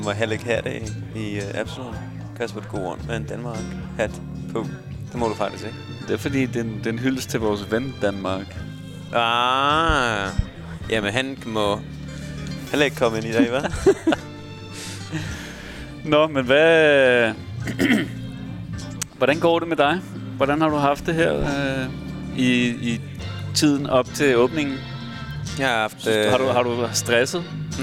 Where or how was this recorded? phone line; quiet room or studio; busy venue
busy venue